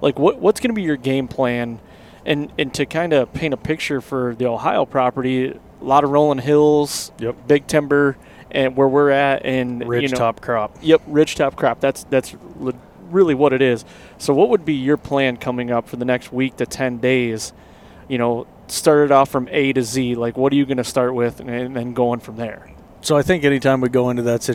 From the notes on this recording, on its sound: Recorded in the truck on the way to Ohio to kickoff the season.